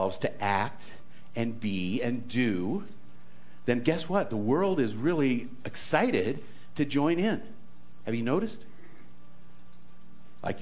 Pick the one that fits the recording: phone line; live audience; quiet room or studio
live audience